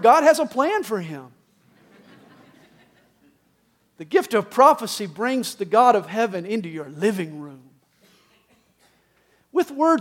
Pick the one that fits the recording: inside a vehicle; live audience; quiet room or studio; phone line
live audience